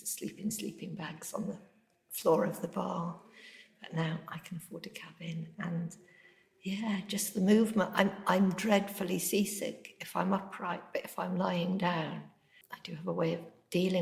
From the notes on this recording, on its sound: This episode was recorded upstairs at her local book shop The Bound which was quite an echoing room.